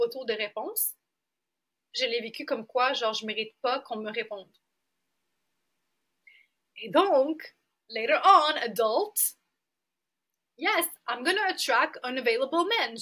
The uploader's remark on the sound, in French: Désolée pour le son